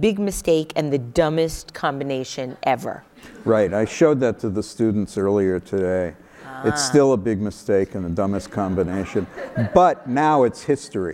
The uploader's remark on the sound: Live on stage.